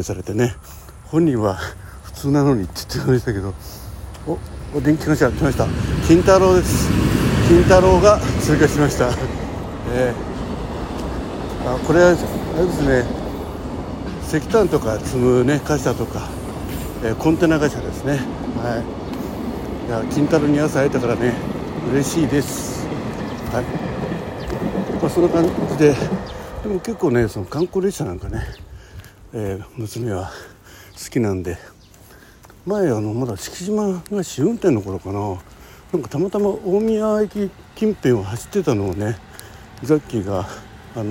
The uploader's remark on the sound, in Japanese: 駅に向かう歩きながら収録っす。From Radiotalk。